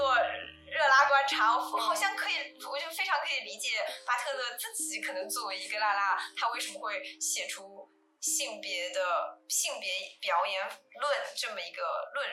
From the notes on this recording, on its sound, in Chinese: 这是我录制的第二期播客，在技术上我遇到了一些难题。虽然剪辑了三遍，但是声音效果还是有很大的提高空间。